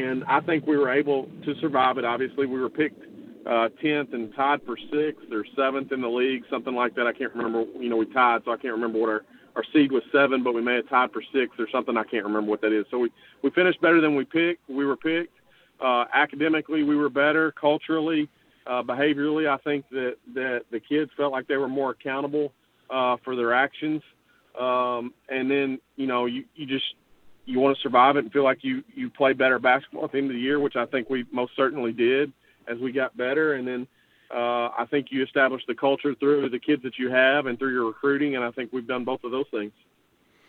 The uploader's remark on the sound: LIVE on the Back In Action Hotline. On RWRC Radio on The Ticket 95.3 Fm/970 AM.